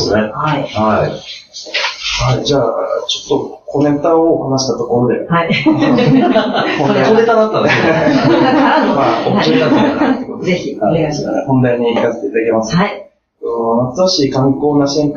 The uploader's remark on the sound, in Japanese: 録音機器の不具合によりお聞き苦しい音声になっております事、 お詫び申し上げます。松戸市役所がお送りする「やさシティ チャンネル」。